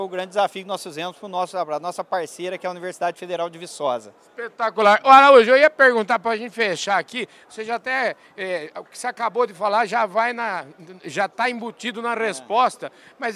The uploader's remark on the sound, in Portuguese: Prosa na prateleira de cima gravada durante o Congresso Nacional Andav.